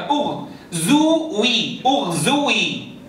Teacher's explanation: الانتقال من الضم الذي يحتاج إلى ضم الشفتين إلى الأمام ثم إلى الكسر مباشرة حيث نحتاج إلى خفض الفك